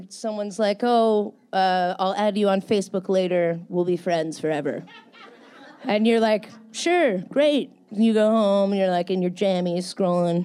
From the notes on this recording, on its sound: at the 30A Songwriters Festival this year for a full hour and she blew the roof off of 723 Whiskey Bravo in Seagrove, FL